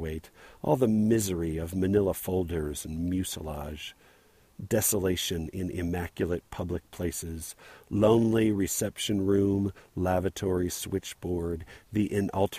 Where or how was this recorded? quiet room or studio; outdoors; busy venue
outdoors